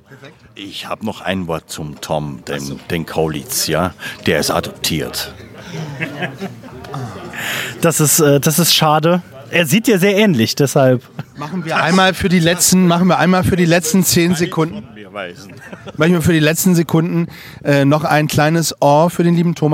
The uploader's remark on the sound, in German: Schnappen sich das "Yellowtech iXm Podcaster" Mikrofon und holen sich tolle GästInnen für die Aufnahme. Diese finden sie auf dem ersten Podfluencer Festival in Neu Ulm.